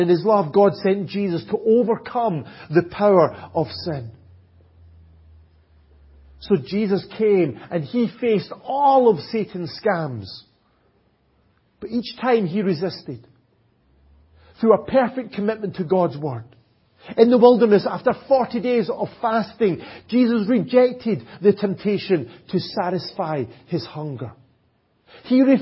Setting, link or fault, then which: setting, large echoing room